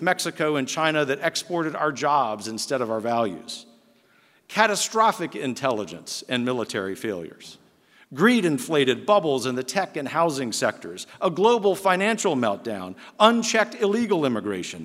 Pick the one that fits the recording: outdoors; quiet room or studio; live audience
live audience